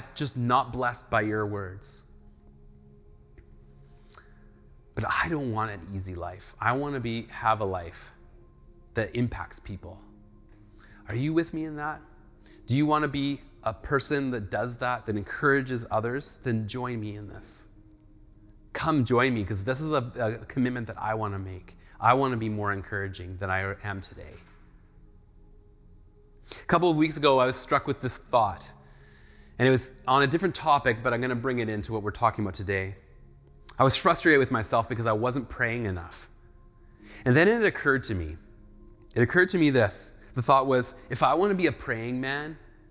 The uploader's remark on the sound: speaks at SouthRidge Fellowship, a Langley church.